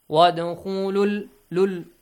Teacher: So, here, because you have Hamzatul Wasl, and you skip Hamzatul Wasl, you have to also skip the mad of U sound. Put a Dhamma only.